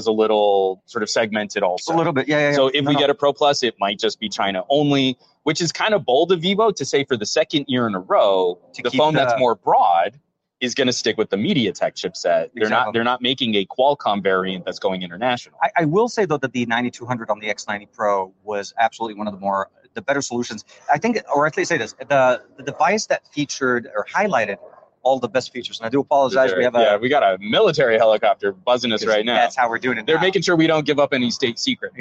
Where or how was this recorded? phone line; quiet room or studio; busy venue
busy venue